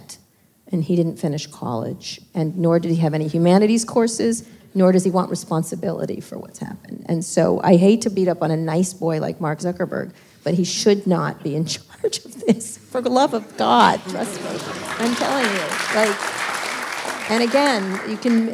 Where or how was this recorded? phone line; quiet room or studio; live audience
live audience